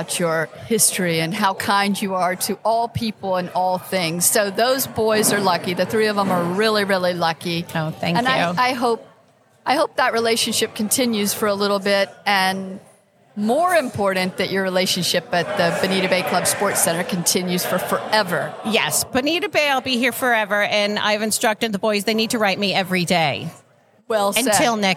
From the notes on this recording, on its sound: Live at the Collegiate Open.